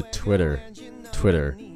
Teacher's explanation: 中间的字母 I 是发一个短元音的 E，不要读成 A